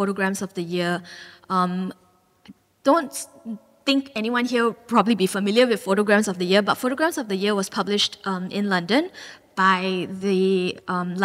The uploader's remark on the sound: This talk was recorded live in August 2018 at National Gallery Singapore. At National Gallery Singapore , as part of the exhibition (Re)Collect: The Making of our Art Collection .